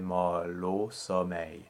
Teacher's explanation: So there we don't actually pronounce any of them. No, those schwas are not pronounced. They're called elided. So you tie the consonant that precedes the schwa to the next word.